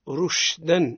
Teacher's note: لابد من بيان الشين في صفة التفشي، رج رش، أفصح عن الشين، رشدا.